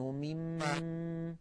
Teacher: فلينظر الإنسان مما خلق، أصلها من ما خلق، يعني من أي شيء خلق، فإن اضطررنا أو سئلنا نقف عليها فلينظر الإنسان مم هكذا مم، ولا نقول مما لأن الألف ساقطة وسطا ووقفا · Term: الوقف الاختباري